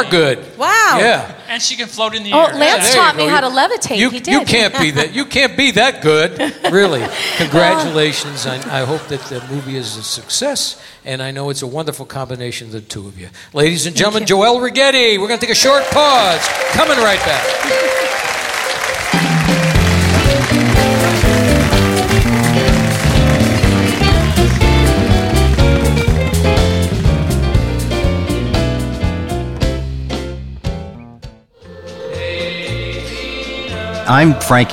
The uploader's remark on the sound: Live at the SouthPoint Casino